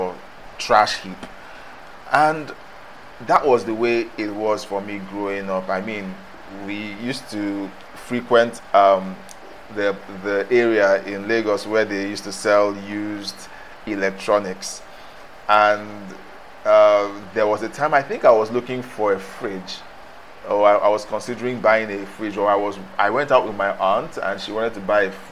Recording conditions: background noise